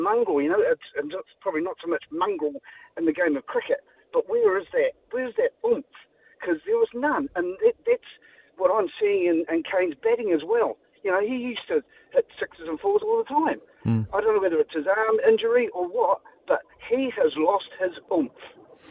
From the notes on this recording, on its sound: opens up the phonelines